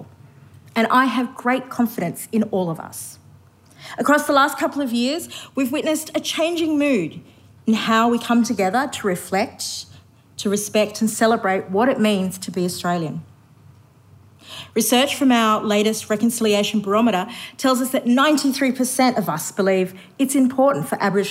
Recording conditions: live audience